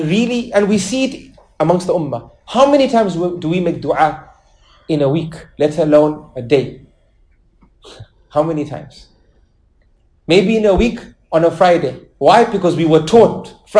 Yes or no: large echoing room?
yes